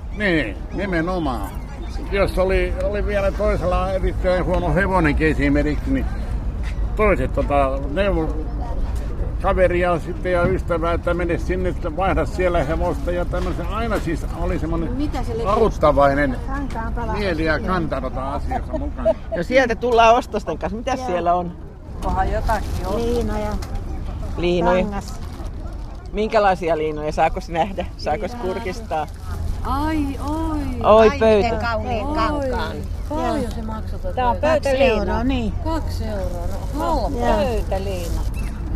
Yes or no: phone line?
no